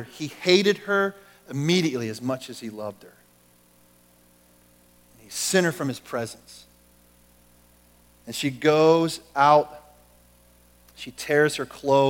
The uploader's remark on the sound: Recorded at The Calling Community Church located in Platte City, Missouri. Services are held in the Platte County High School Auditorium.